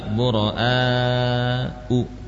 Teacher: Muro'a hamzahnya panjang 4 harokat, ya. Lalu u nya pendek.